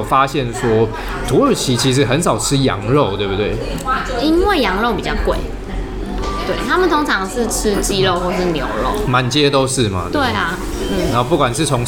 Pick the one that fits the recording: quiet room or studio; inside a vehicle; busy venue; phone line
busy venue